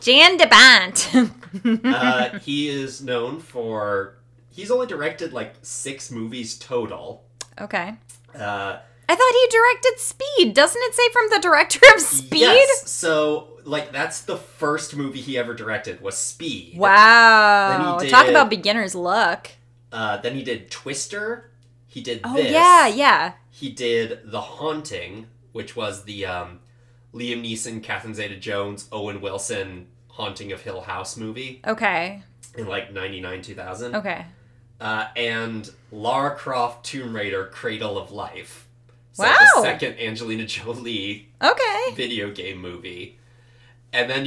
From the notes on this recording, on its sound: Apologies for the sound quality: our producer mixed up the stereo setting with the bidirectional setting